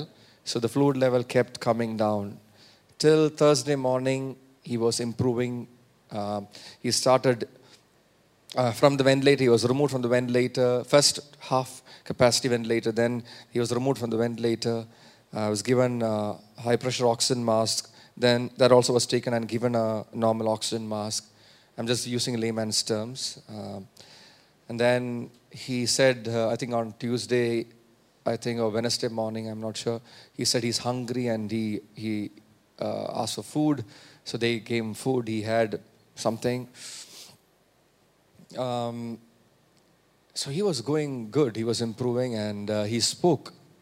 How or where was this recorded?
large echoing room